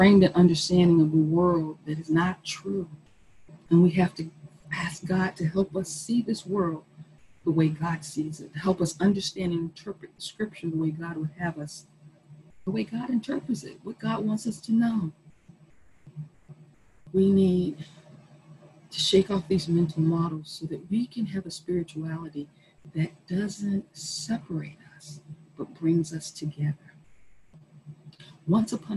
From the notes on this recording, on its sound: Our zoom streamed service